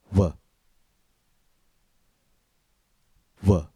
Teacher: W is a continuant because the air flows continuously